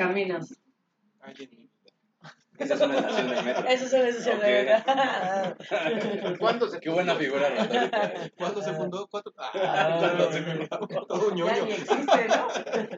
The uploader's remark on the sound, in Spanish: Leemos nuestras pasiones y dolores ante el cautivo público del Café Marabunta.